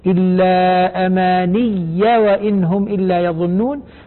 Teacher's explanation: نون مكسورة بعدها ياء مشددة